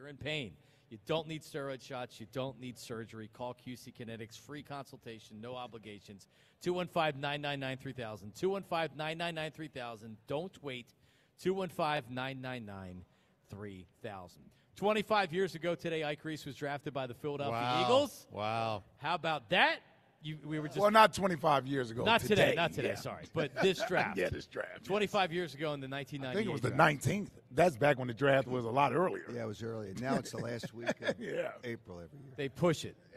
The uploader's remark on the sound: broadcast live from the Linc.